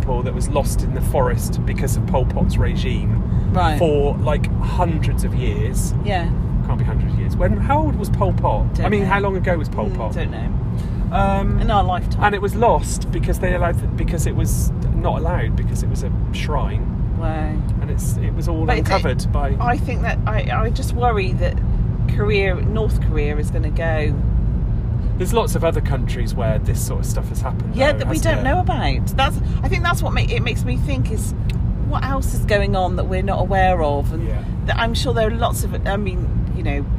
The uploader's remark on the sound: This week we are in the car!